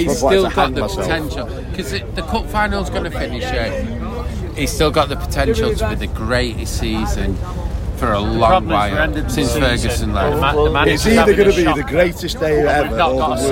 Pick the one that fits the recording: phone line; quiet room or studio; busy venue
busy venue